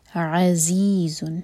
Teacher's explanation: عین کو حلق سے اور زا پر بزنگ ساؤنڈ. عزی زی مد تبعی دو حرکا لمبا، اور پھر زن یہاں پر جو دمہ کی تنوین ہے یہ بتا رہی ہے ہمیں کہ ہمیں یہاں پر اظہار کرنا ہے.